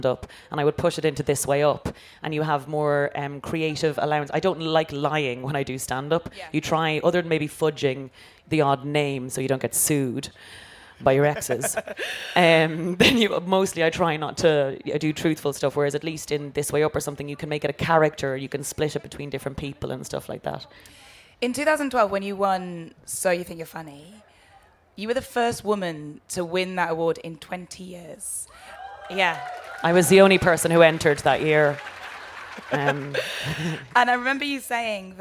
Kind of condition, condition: setting, live audience